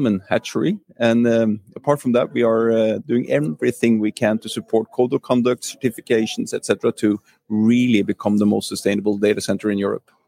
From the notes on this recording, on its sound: LIVE from Datacloud Global Congress. Check out his LIVE interview from beautiful Monaco at Datacloud Global Congress 2023!